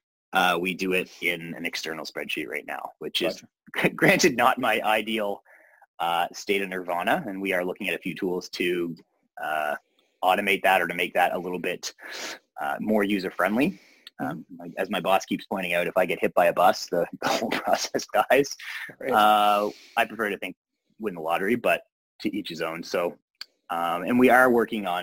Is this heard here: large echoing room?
no